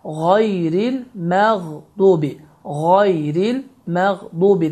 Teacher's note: Ğayn hərfi Azərbaycan əlifbasında olan ğ səsinin tamamilə oxşarıdır və burada heç bir boğaz sıxılmır və normal şəkildə ğayn deyərək tələffüz olunur.